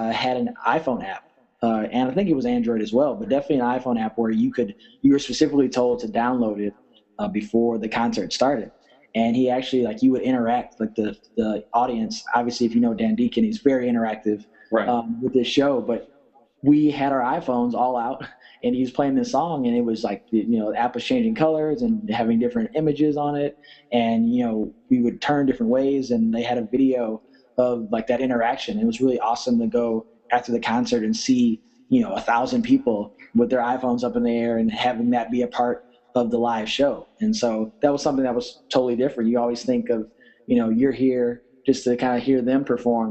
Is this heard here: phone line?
no